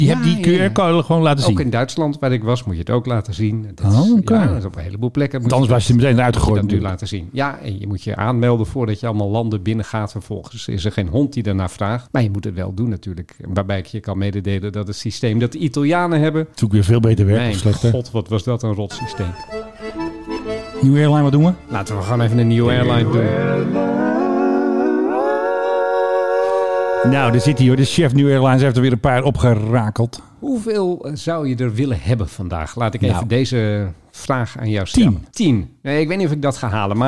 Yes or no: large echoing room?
no